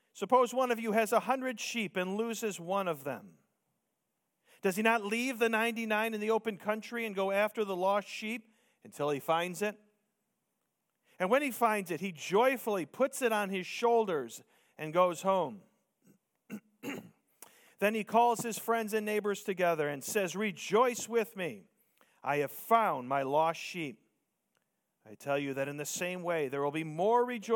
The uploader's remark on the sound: Preached Sunday Morning